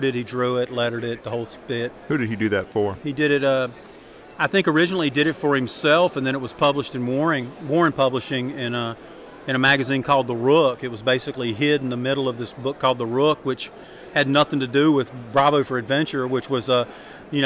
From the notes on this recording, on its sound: We are “live” from Heroes Con 2007 for day 3!